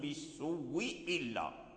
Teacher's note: فيقرأ بواو واحدة مشددة بالسوء إلا، وإن النفس لأمارة بالسوء إلا، ولا يمد السين بالسوء إلا بواو واحدة مشددة، لأن هذا الواو الذي كان الذي وقع عليه المد رجع